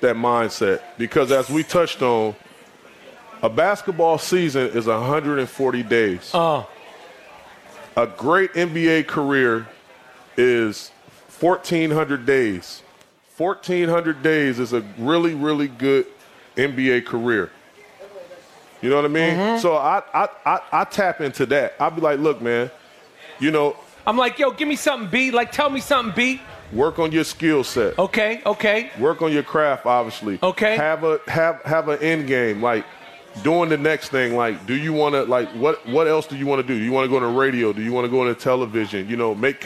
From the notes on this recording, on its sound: Recorded LIVE in front of a packed crowd at TuneIn Studios in Austin, TX!